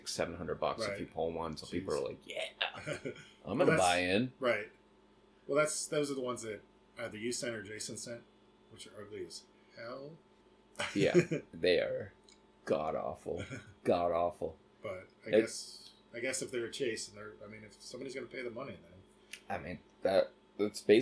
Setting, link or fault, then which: fault, sounds in the background